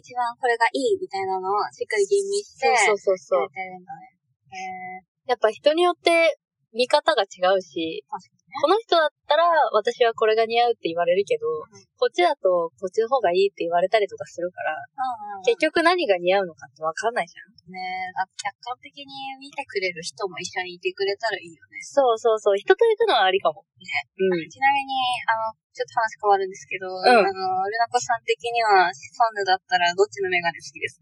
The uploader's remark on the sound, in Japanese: 初の対面収録！なぜか音がキンキンしていたり声が聞こえにくかったりと音質が最悪でございます！